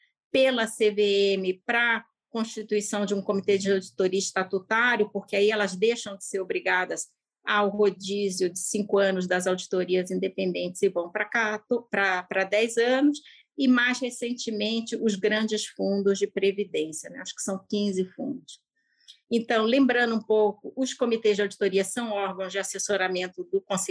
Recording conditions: video call